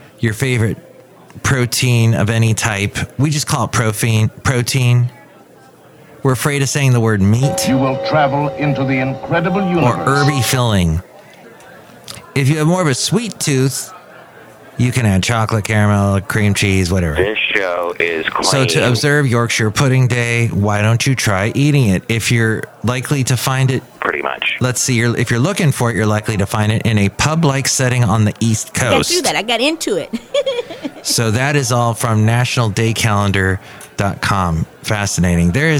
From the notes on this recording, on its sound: podcasts live from Café Anyway